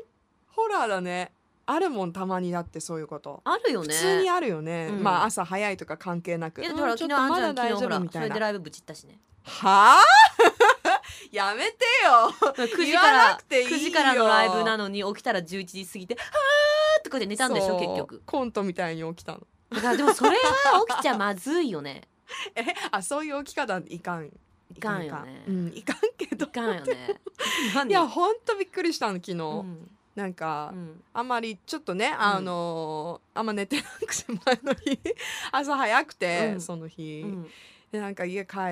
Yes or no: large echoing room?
no